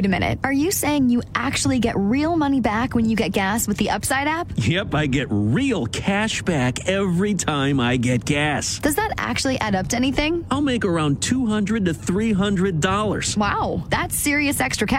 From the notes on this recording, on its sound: SportsChat is LIVE from Nashville and SEC Media Days.